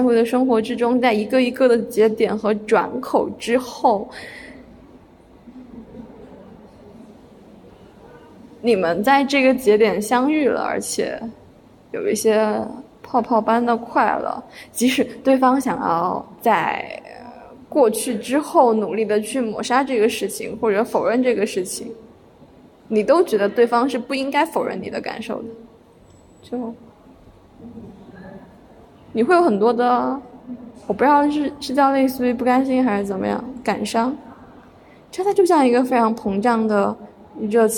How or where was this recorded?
large echoing room